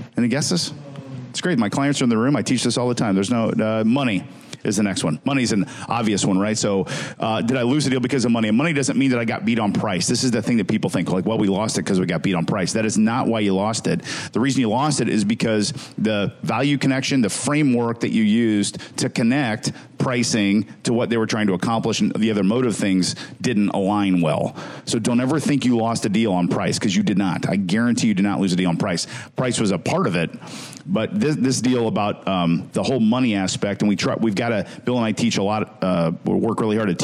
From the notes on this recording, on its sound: Host a special LIVE recording in Indianapolis Indiana.